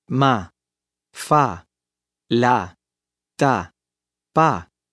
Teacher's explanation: like the A in father, but short and tense.